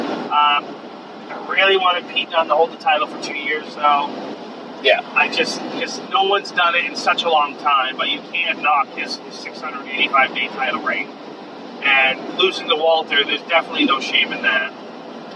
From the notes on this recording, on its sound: The audio isn't the best, it was recorded on my phone and we were driving home in a rainstorm and you can hear that and the wipers at times.